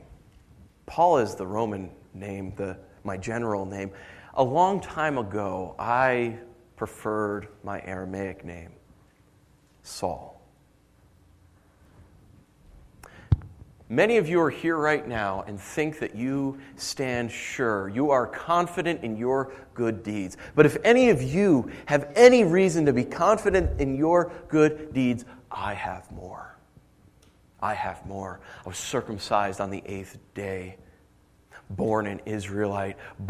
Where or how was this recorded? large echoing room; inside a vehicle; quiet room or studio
large echoing room